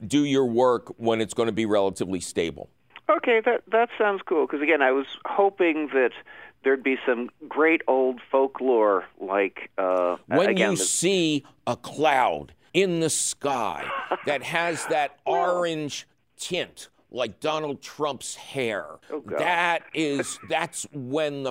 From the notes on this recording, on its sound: your Fabulous Phone Calls